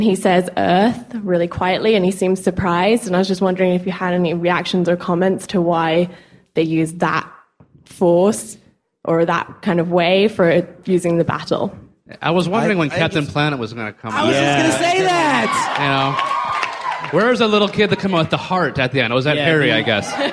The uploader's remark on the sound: LeakyMug Live from Prophecy 2007